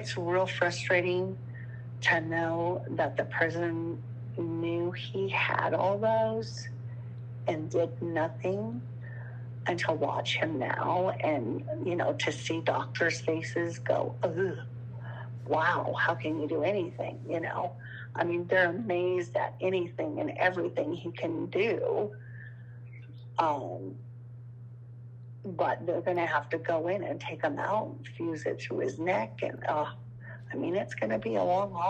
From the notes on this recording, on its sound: Over the phone. Alpha House Pre-release Center in Billings, MT.